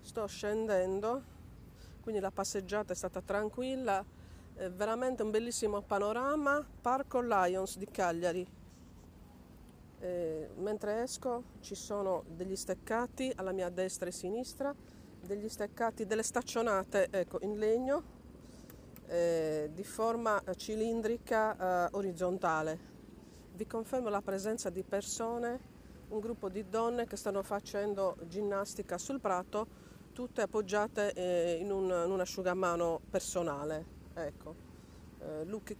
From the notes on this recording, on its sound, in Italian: Podcast registrato camminando per il Parco Lions di Cagliari, altro "polmone" verde per relax, due passi, sport all'aria aperta.